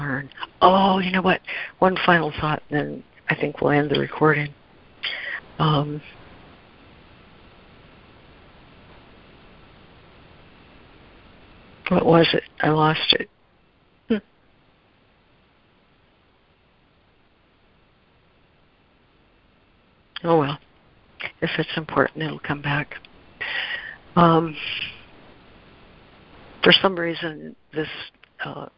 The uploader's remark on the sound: ACIM Daily Conference Call.